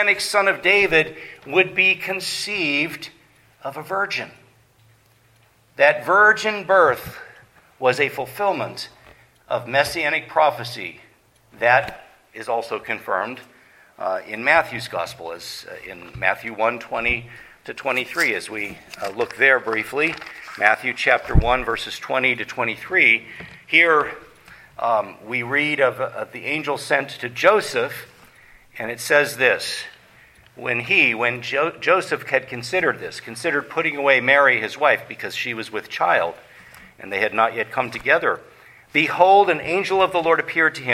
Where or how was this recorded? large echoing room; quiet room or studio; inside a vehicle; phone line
large echoing room